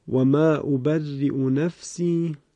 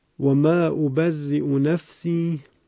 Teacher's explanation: اما وجه دیگر که در همین یک مورد استثنایی از بزی از ابن کثیر روایت شده است به این شکل هست که ما همزه را ابدال به واو می کنیم و واو به وجود آمده و واو کلمه در هم ادغام می شود · Shown in: second take · در واقع یک واو مشدد و مکسور اینجا به وجود می آید.